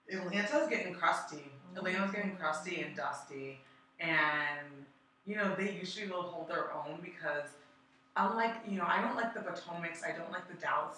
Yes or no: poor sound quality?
yes